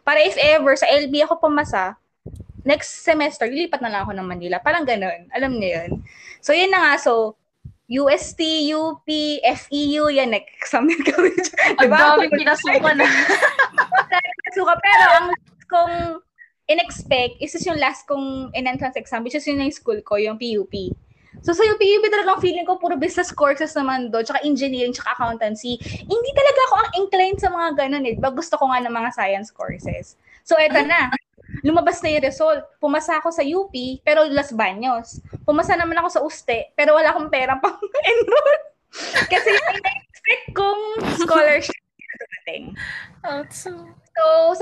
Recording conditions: drop-outs